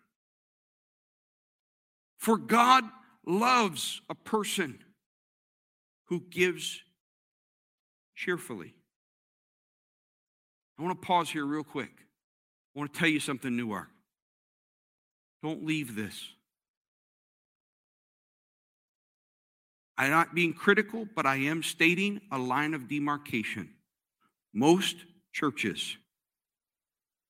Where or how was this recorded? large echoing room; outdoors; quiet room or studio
large echoing room